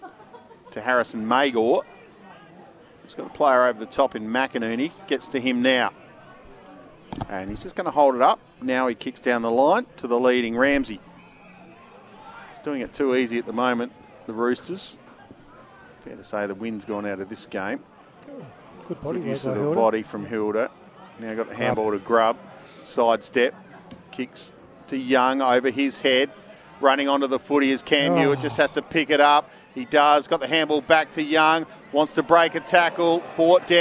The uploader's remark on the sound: call the action for SEN SA live from X Convenience Oval at Elizabeth.